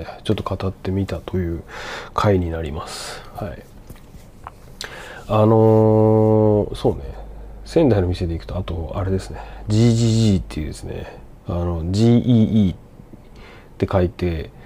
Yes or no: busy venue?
no